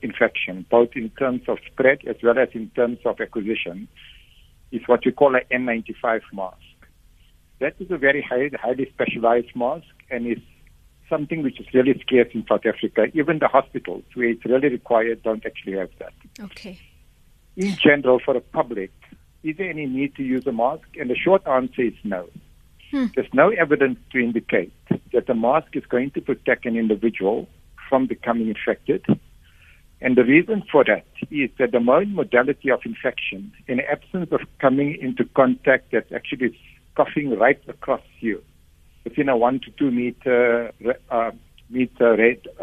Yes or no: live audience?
no